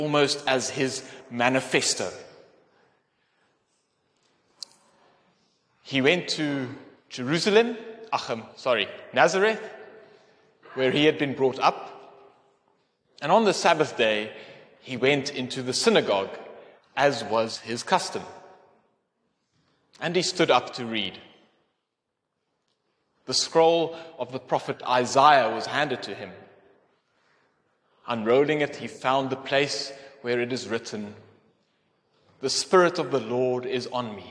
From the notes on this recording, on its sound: Sermon delivered in Athlone at the Calvyn Protestant Church during a combined service on 22 October 2023.